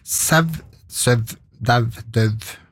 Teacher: to diftonger som har fått et slags stopppunkt underveis der · Term: labiodental